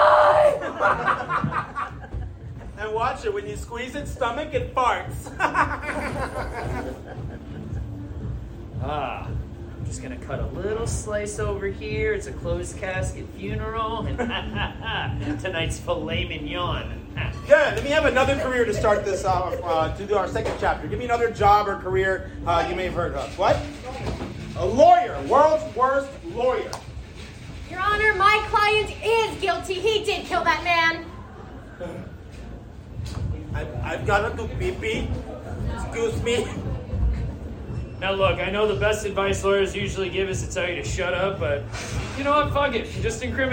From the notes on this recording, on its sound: My first live improv show since Covid, WITH FRIENDS!